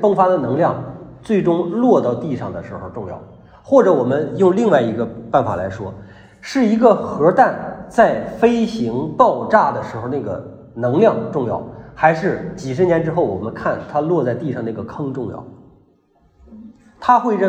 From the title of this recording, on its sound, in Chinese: 讲座录音